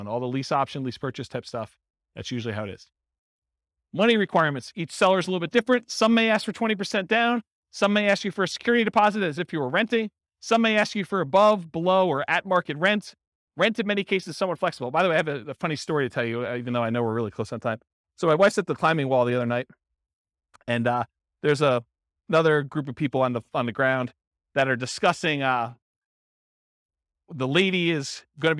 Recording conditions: live audience